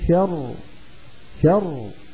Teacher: تسكن الراء المتطرفة وقبلها راء مدغمة ساكنة وقبلها مفتوح تفخم. قل أعوذ برب الفلق من شر شر، فنقف بالتفخيم.